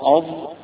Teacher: هتلاقي جاية من طرف اللسان من الأمام مع أطراف الثنايا العليا